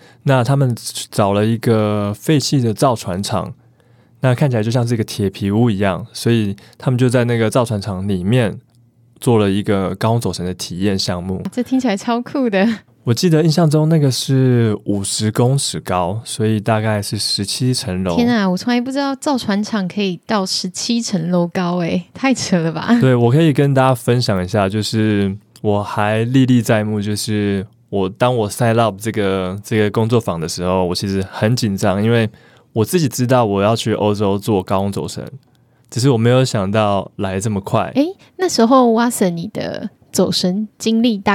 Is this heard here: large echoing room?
no